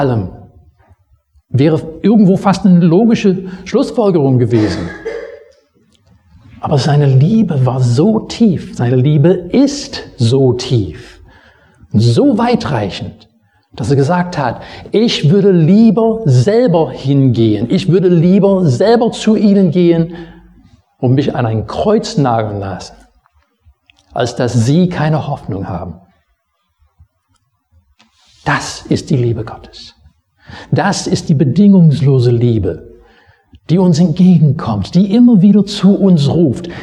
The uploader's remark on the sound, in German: Predigt aus dem Gottesdienst vom 27.